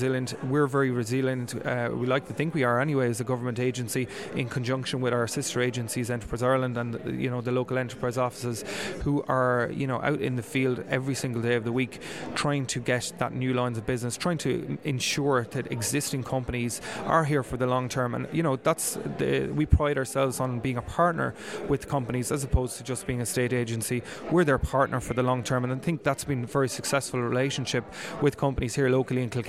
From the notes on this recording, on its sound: Amplitude 2019 - The Conference. Attended the conference on Wednesday 6th November and while there he spoke with a number of guests who were in attendance.